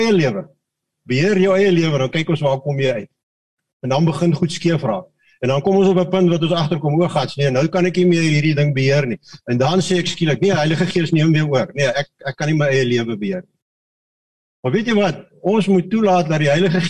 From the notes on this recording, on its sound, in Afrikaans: Manne van die Woord Zoom Byeenkoms.